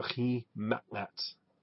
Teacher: That H is a guttural H sound, and the Z is the T-S. And we've got to put in the lion consonant in there.